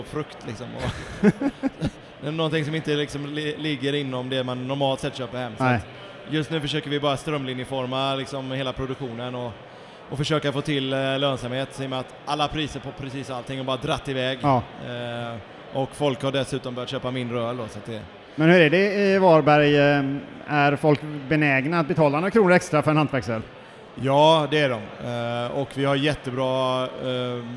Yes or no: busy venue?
yes